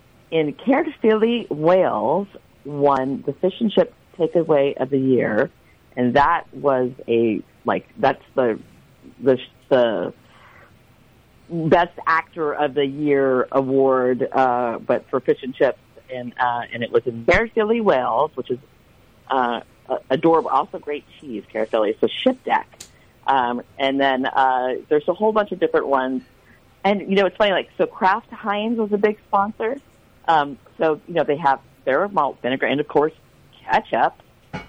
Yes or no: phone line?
yes